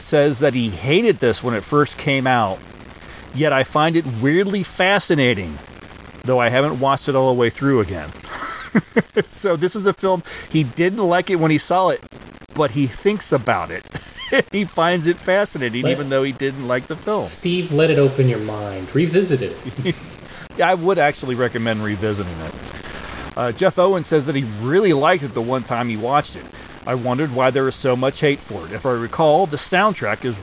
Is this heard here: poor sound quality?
yes